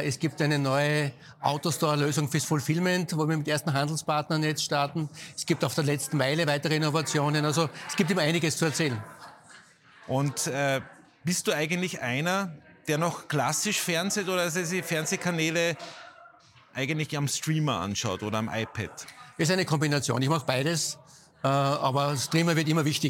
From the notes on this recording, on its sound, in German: Live vom CASH Handelsforum 2023 in Zusammenarbeit mit ProSiebenSat.1 PULS 4.